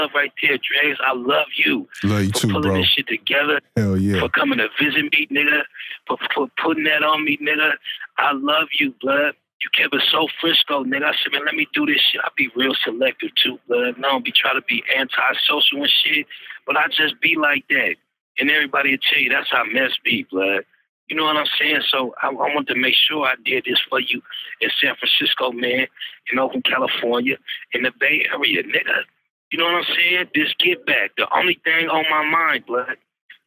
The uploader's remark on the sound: Exclusive interview via phone from jail.